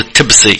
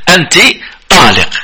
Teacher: بعض فتاوى أهل العلم أن الرجل إذا قال لزوجته أنت تالق، كما هي لغة بعض العاصميين ينطقون الطاء تاء · Shown in: first take